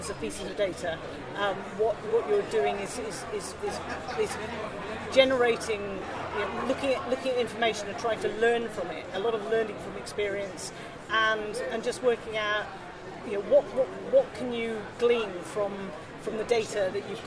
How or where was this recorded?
busy venue